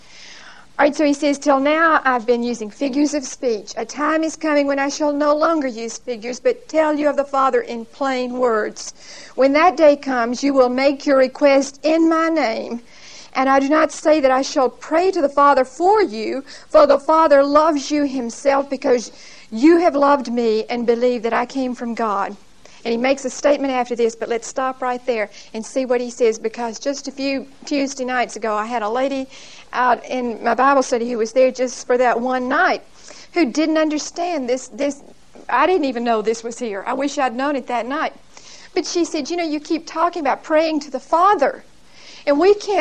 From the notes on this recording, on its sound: Recorded 12/2/1975 at Whitesburg Baptist Church.